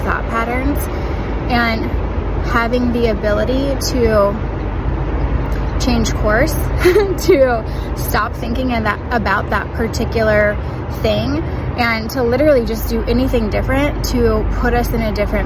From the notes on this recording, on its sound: I recorded this on my walk, so the background is a little crazy, but hopefully you can still hear ok!